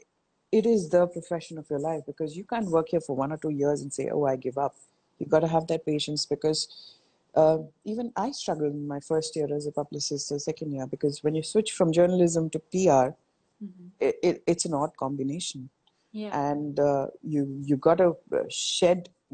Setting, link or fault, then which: link, video call